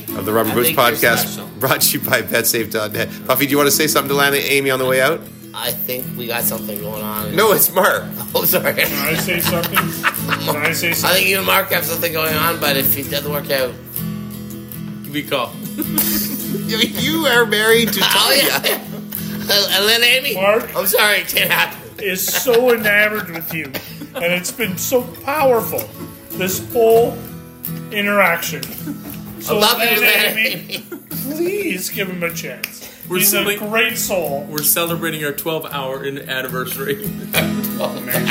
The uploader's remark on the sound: Live At The Masters